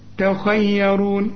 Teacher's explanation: التاء مرققة والياء مرققة، الراء هي المفخمة